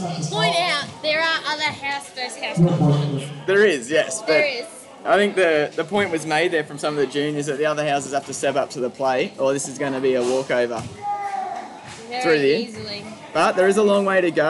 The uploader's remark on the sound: This episode features live audio from the Senior School Badminton Competition, including live interviews from the TOP 4 teams in each age group.